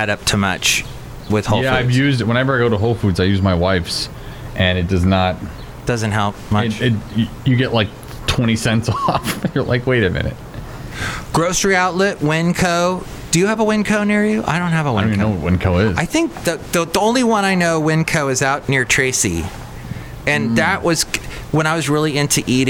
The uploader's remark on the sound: podcasts live from Cafe Anyway